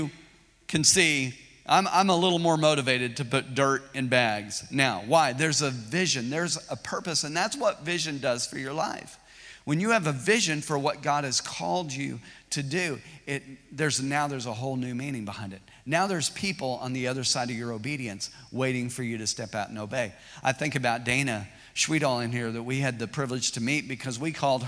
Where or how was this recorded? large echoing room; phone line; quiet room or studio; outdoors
large echoing room